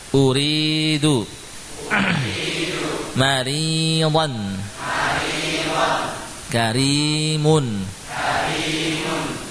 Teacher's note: Ra di kasrah ya, selalu tipis.